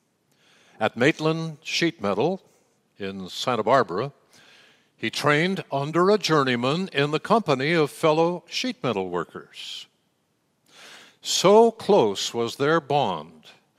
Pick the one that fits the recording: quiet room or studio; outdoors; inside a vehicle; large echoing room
large echoing room